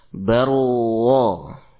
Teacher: getaran pada huruf ra hanya satu kali dalam awal pengucapan huruf ra · Term: takrir